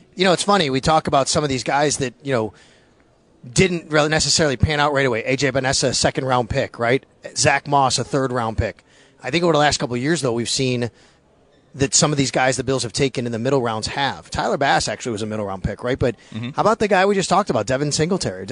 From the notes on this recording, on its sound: live from the combine